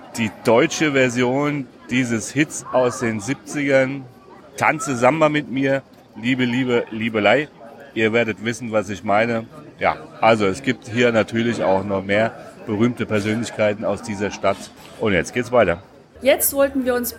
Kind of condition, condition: setting, outdoors